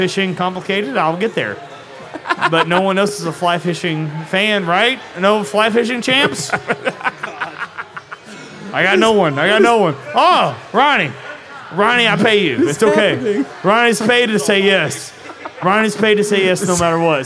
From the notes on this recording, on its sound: LIVE FROM CRYING EAGLE. Listen in to our very first live podcast recorded at Crying Eagle Brewing on Friday, October 13th. Listener beware: we were definitely over-served in this one.